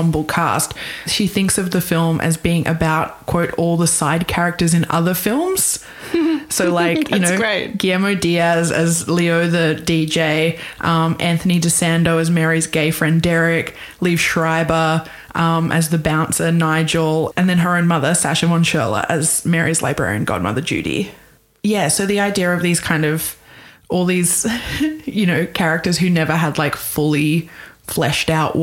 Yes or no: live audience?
no